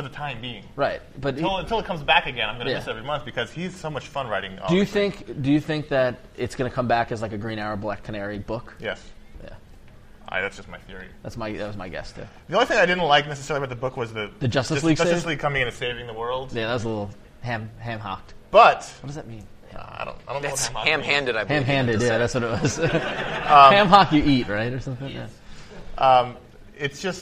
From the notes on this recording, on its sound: We're LIVE from Heroes Con in Charlotte, NC.